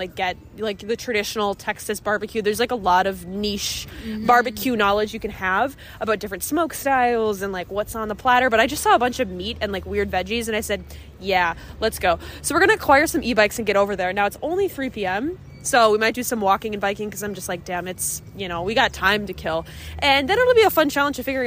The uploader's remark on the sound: live from the street